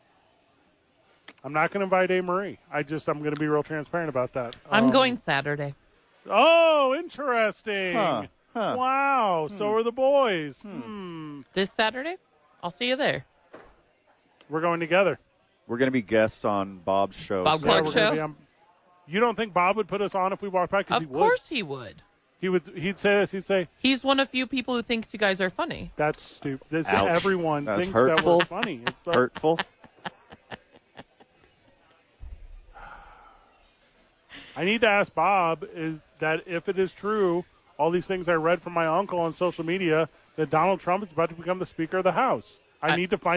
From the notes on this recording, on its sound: live from ABQ AXE talk Balloon Fiesta